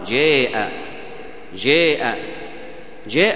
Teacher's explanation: الإمالة أن يجعل الفتحة تميل إلى الياء، أقرب إلى الياء، ليست ياء، فالإمالة هي وسط، ليست فتحة خالصة وليست كسرة خالصة، ليس مد بالألف خالص وليس مد بالياء خالص.